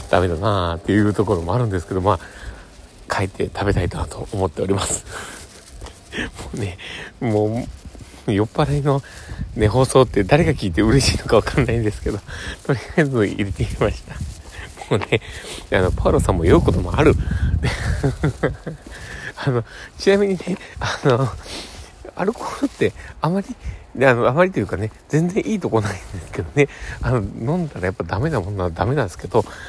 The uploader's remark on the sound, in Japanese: 酔っぱらい配信。歩きながらw。From Radiotalk。